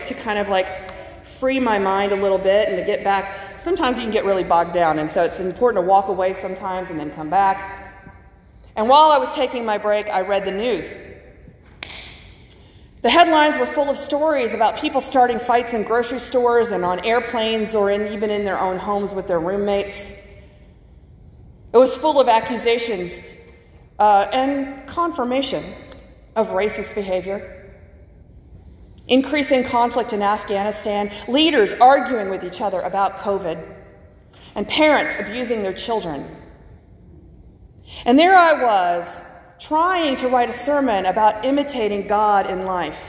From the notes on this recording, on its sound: from the August 8 worship service at First Christian Church (Disciples of Christ) in Anniston, AL.